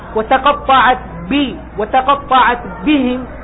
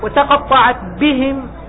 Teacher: احرص على الشدة والجهر الذي فيها، أي في الباء. احرص على الشدة والجهر، هاتان صفتان قويتان في الباء.